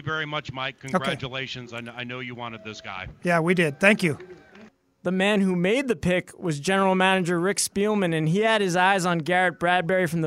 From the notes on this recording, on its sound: live from Nashville at the 2019 NFL Draft